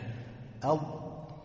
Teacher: شايف خارج اللسان انطبق، يعني لزج لسقف الحنك · Term: إطباق